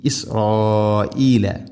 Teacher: മുത്തസിൽ വാജിബാണ്, നിർബന്ധമായിട്ടും നാലോ അഞ്ചോ ഹർക്കത്തിൻ്റെ ഖദറിൽ നീട്ടണം. ഇനി ഇസ്രായീല, ഹംസ കൃത്യമായിട്ട് ഉച്ചരിക്കണം. · Term: മദ് മുത്തസിൽ